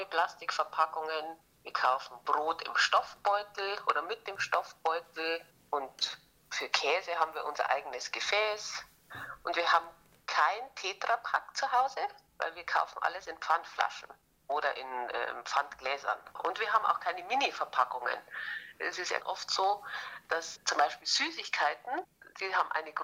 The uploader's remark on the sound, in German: per Telefon interviewen